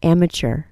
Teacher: Stress the first syllable and notice that there's a C-H sound in the middle of this word.